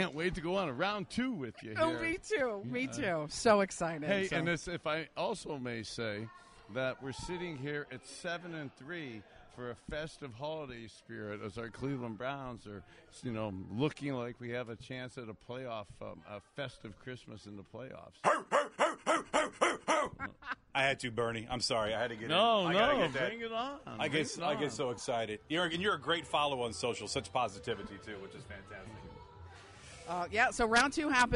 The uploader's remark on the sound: live from the Fox 8 Turkey Bowl